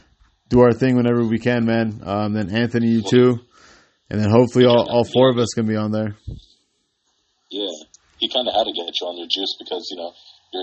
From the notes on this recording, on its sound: We are still trying to figure out what's the best way to record while we are all on speaker phone